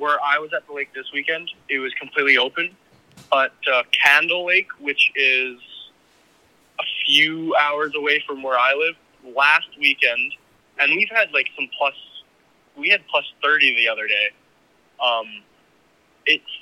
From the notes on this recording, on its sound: Is joined in the studio. The guys are joined by phone in guest.